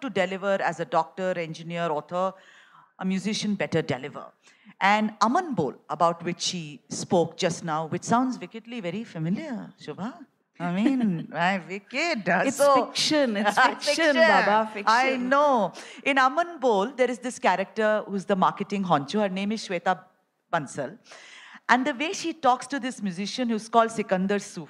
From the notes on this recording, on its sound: A live session from #JaipurLitFest2020.